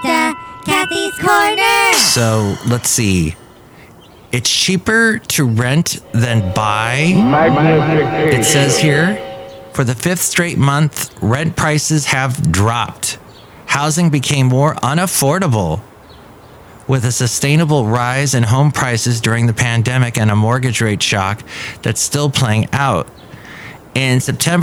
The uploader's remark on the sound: podcasts live from Café Anyway